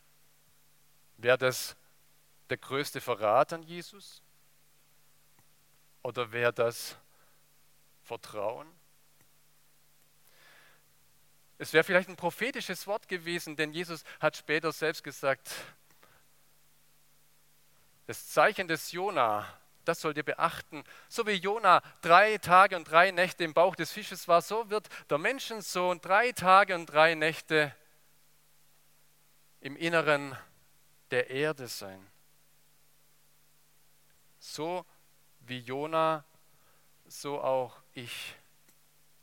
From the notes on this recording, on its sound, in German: aus dem Gottesdienst der Liebenzeller Mission